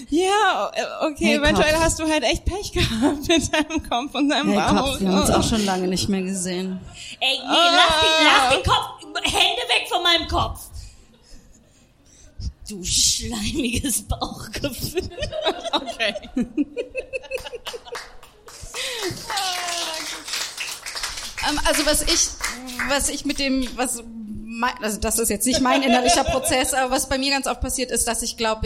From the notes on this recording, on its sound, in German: Haben wir auch das allererste Mal im Comedy Café Berlin LIVE aufgezeichnet. Wir haben an dem Abend 280 Euro Spenden für das Diversity-Programm vom Comedy Café eingenommen.